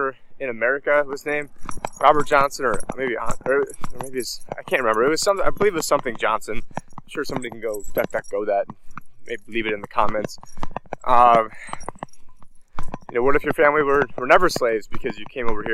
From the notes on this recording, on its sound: In this Walk and Talk